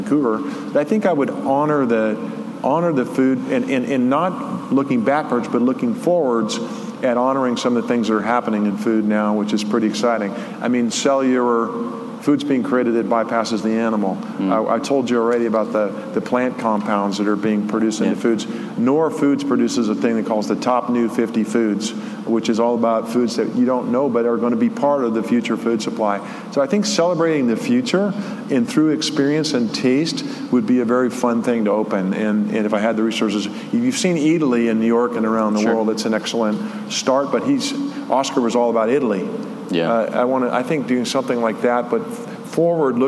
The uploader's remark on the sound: live from the main stage at RCC’s #STORE2019 conference